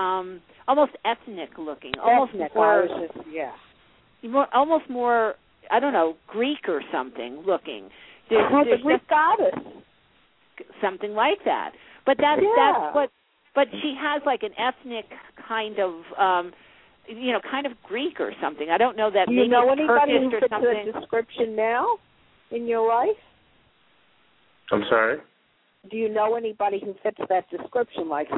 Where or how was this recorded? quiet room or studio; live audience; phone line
phone line